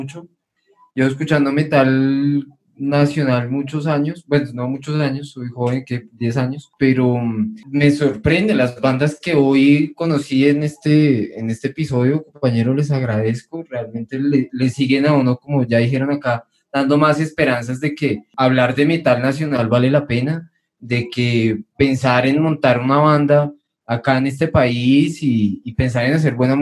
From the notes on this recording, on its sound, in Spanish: Episodio grabado el 12 de septiembre de 2020 en línea, desde Bogotá - Colombia.